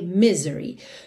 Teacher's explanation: Normalmente a sílaba tônica é mesmo a primeira